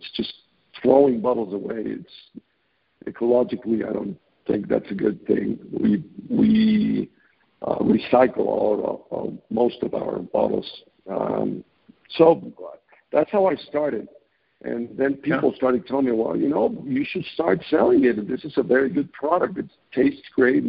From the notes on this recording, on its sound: I scheduled a phone interview